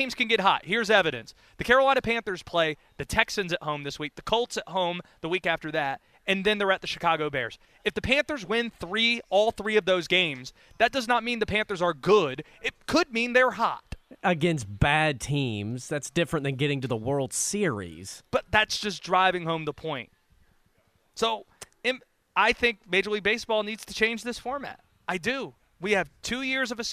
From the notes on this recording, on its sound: live from ACC Tipoff in Charlotte